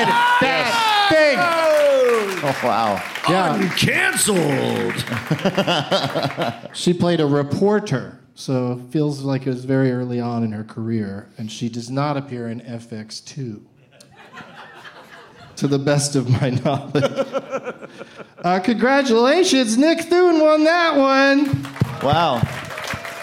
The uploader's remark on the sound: Live from the Esther’s Follies in Austin as part of SXSW